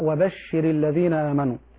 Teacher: بعض الناس يعني يضغط على كسرة الراء فيقرأ وبشر الذين آمنوا هكذا، لا، الراء تكسر من غير ضغط